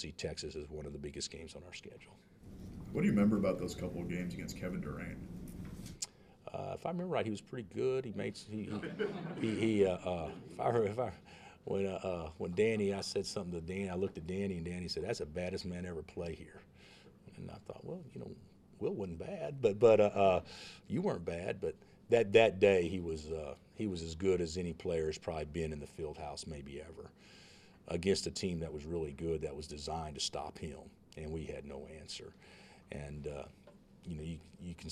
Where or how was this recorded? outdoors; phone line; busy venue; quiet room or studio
busy venue